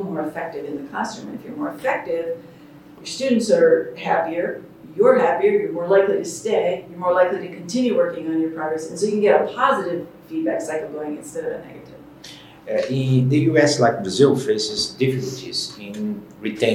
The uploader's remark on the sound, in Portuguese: Este episódio foi gravado em São Paulo/SP, no Instituto Singularidades, durante o "Seminário Internacional - Práticas Essenciais na Formação Docente", promovido, em parceria, pela ABMES, Instituto Península, ANEC e Profissão Docente.